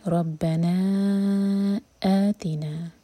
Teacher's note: فقالو ربنا، اگر یہاں رک جائیں تو نا دو حرکہ لمبا ہوگا، ادروائز ہم پڑھیں گے ربنا آتینا، تب یہ نا چار حرکہ لمبا، مد منفصل، اس کے بعد حمزہ کا کٹ آف ساؤنڈ.